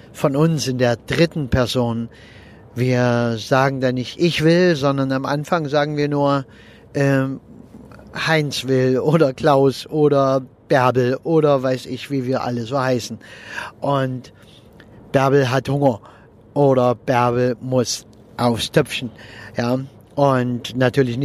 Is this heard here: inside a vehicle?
yes